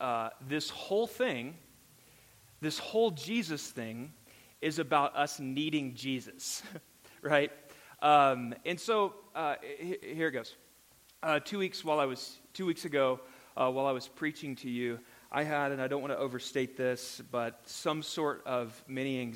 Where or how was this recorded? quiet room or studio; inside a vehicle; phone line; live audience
live audience